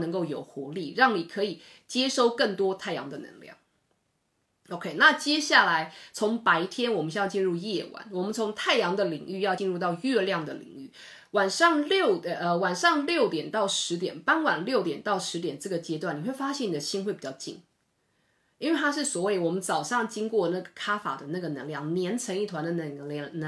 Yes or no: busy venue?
no